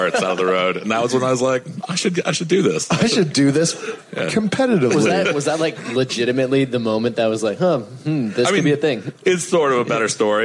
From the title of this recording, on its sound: LIVE From SXSW